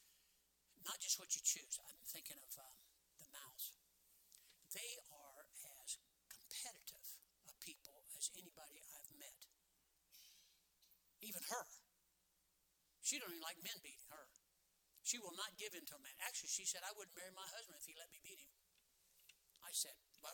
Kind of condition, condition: setting, large echoing room